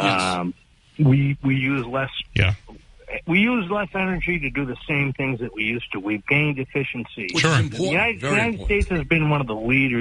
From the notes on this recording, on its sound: take calls from the audience